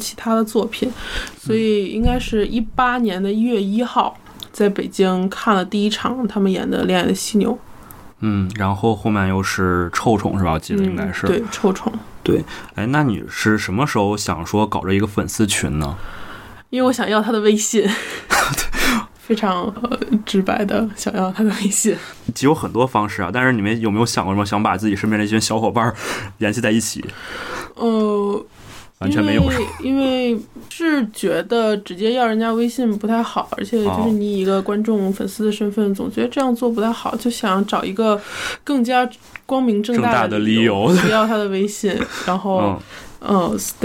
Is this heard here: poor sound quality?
no